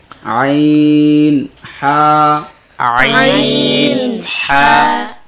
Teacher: কণ্ঠনালীর মধ্যখান থেকে আইন হা